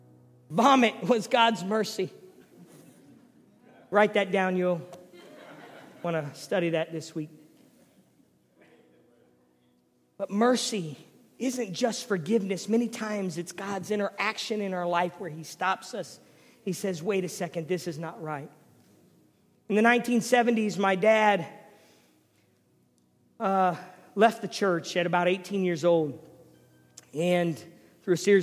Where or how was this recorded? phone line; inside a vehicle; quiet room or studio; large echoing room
large echoing room